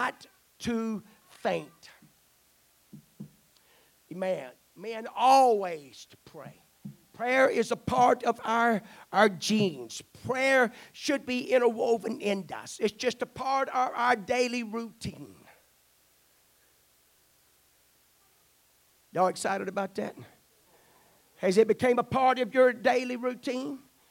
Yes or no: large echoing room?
yes